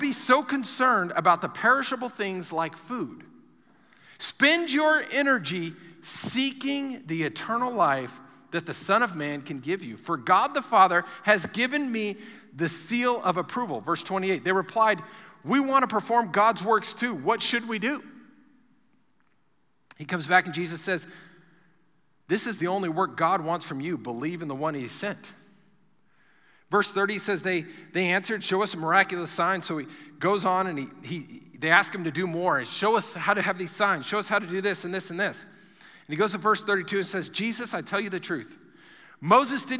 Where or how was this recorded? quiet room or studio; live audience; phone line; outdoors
live audience